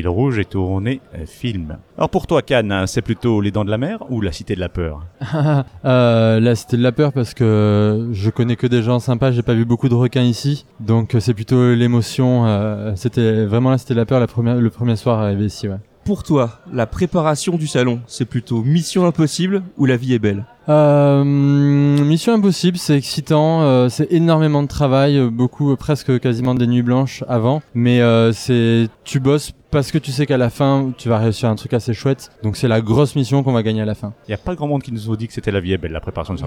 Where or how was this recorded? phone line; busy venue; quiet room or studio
busy venue